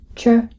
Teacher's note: これは、とという破裂音の子音の直後に、しょという摩擦音の子音が来て、ちょとなったものです。との破裂音で、舌の先が上顎から離れると同時に、しょの摩擦音が出ています。前回、しょの発音練習の時にも申し上げましたが、この摩擦音は、日本語のしの子音よりも舌を少し